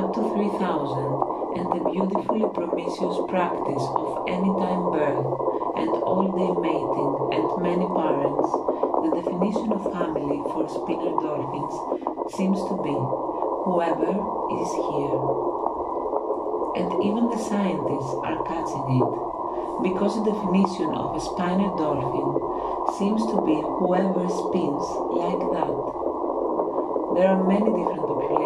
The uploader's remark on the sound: The sound scape is recording of the the artcic sea by the site of the Ocean conservation research. Today there is a humpback whale accompaning the reading.